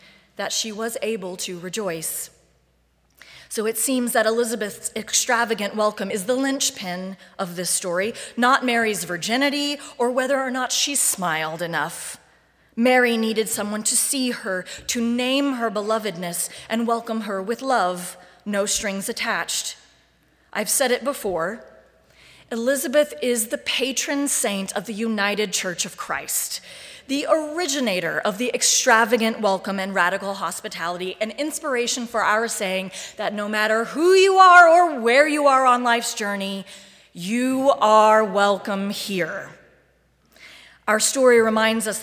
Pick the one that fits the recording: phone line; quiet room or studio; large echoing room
large echoing room